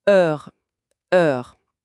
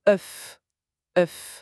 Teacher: On filtre un son guttural et ouvert à travers un cercle labial serré.